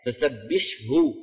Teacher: لأنه لا يدغم حرف حلقي في حرف أدخل منه، الحاء من وسط الحلق والهاء من فين؟ من أقصى الحلق · Term: بالإظهار